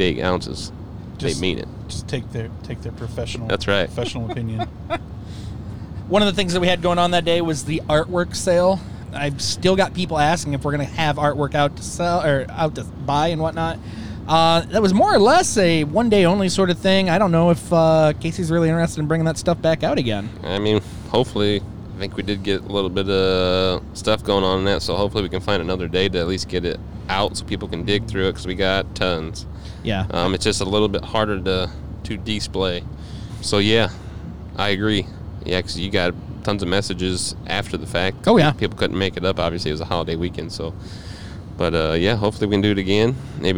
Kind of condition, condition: setting, inside a vehicle